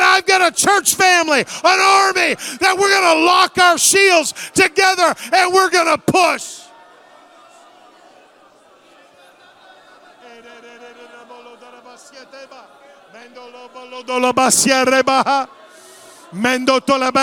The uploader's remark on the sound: Tuesday Evening Revival Service. The Anchor Church of Zanesville, Ohio.